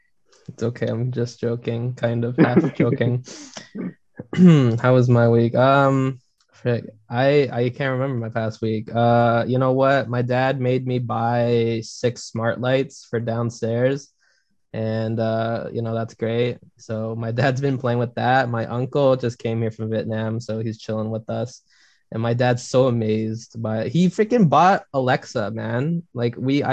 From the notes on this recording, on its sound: on Zoom for this session